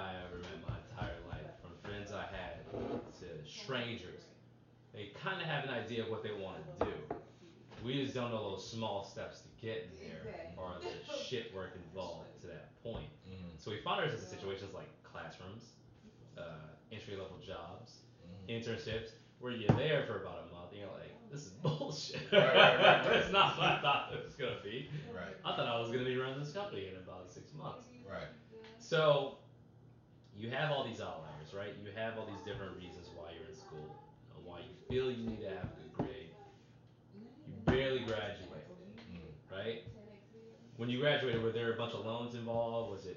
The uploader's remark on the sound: Forgive the background noise. My Fiancee' was talking in the next room and I wasn't about to tell her to quiet down.